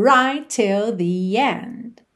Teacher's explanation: Right, termina em T. Till, começa em T. Você, claro, vai fazer um T só.